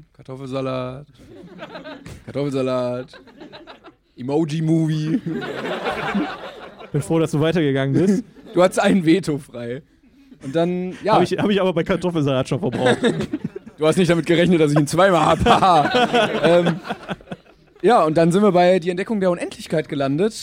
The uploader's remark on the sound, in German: Jede Folge wird live vor Publikum aufgeführt